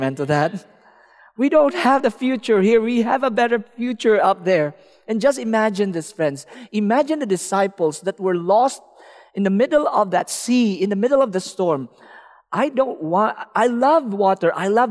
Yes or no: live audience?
yes